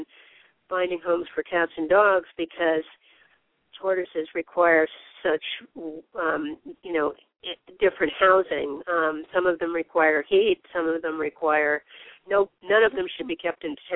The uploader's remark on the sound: open up the lines for listeners to call